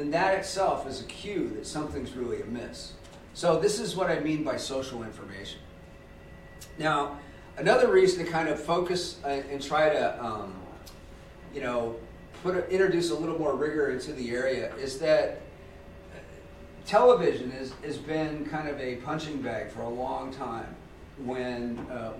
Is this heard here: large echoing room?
yes